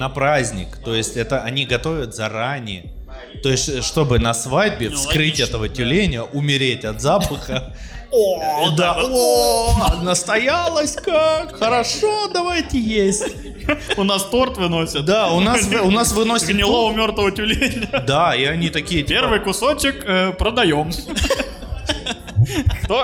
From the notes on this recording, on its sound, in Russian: ЖИВОЙ выпуск подкаста! Мы впервые записывали подкаст с живой аудиторией в баре.